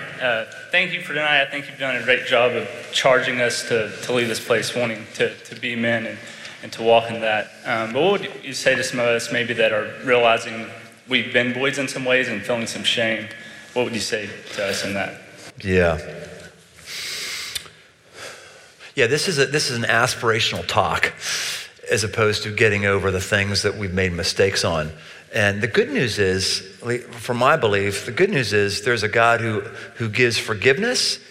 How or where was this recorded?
live audience